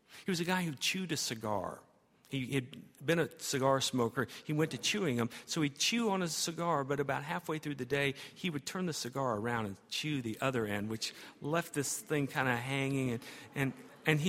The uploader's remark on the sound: at Highland Baptist Church